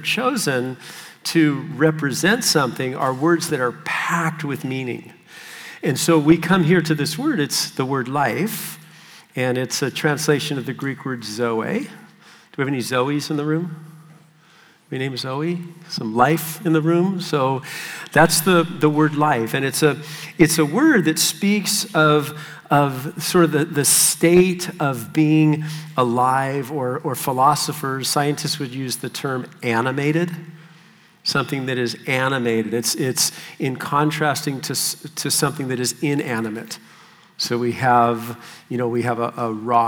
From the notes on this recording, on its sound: Session 3 of the 2023 South Florida Young Adults Conference